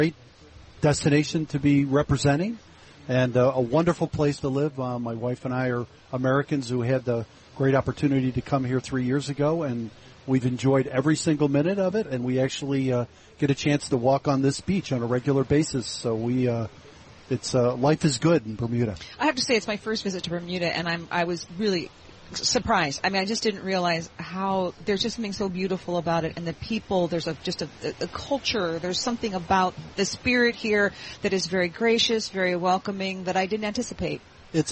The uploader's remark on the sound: Broadcasting live from Elbow Beach Bermuda.